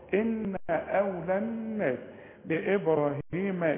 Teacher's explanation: النون الأولى بغناها والنون الثانية بغناها لأن في عموم القرآن ما دام النون عليها شدة خلاص، إن